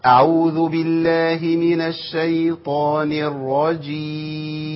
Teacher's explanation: انا عندي الراء مشددة، هنبين تفخيمها، يبقى نملى الفم بيها، يبقى ناخد تبويزة